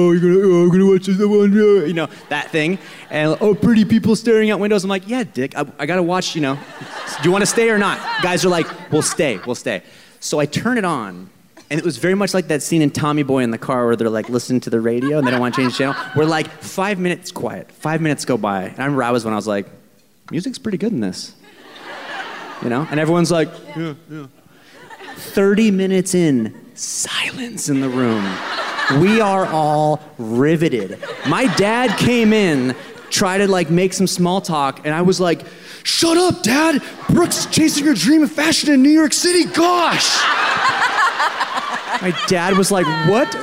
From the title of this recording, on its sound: LIVE IN BOSTON